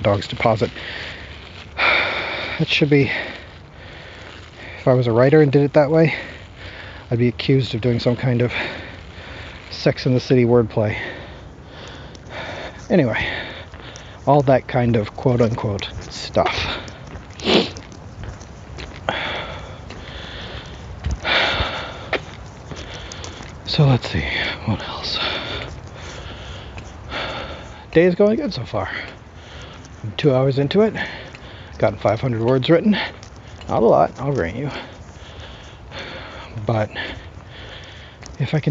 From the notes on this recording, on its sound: my first time recording the walk.